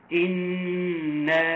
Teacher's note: نون مشددة تغنم مقدار حركتين